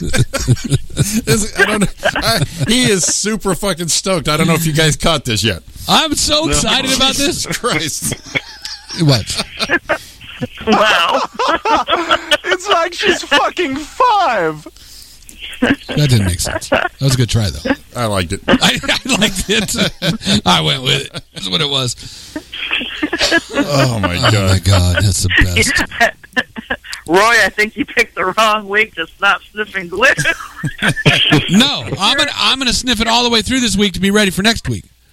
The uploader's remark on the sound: join us by phone